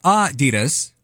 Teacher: It's supposed to be Adidas, with a slight emphasis on the first syllable, not the second. We always say Adidas, like the D is where we put the emphasis on, but it's Adidas.